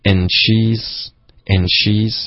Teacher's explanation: and 跟 she 会有一个很轻的微妙的 ch 的音